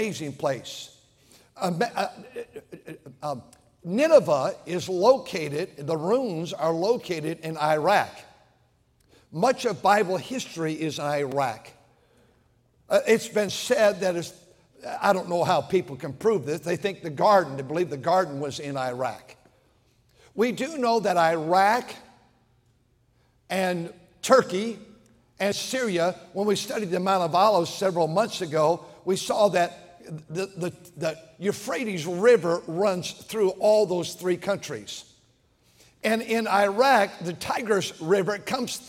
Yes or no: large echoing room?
yes